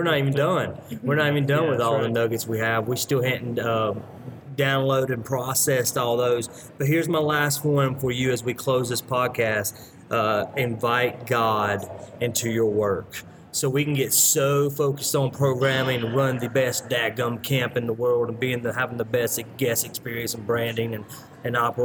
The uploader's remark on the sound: Live from the National CCCA Conference in Palm Springs. We're live from the National CCCA Conference.